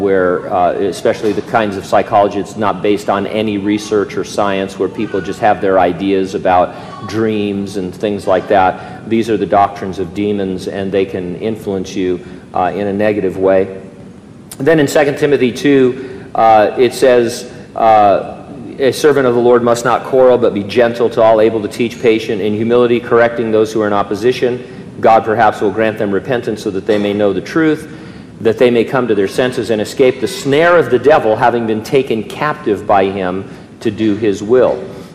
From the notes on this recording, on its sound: during a live Q&A session at Calvary Hanford